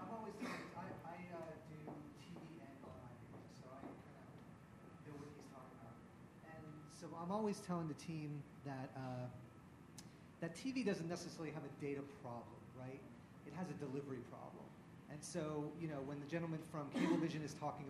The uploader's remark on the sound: an audio recording of the TVOT NYC 2013 session